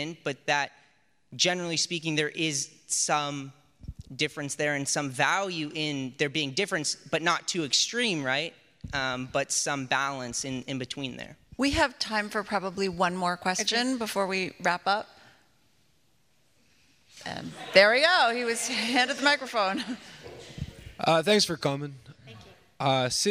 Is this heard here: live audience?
yes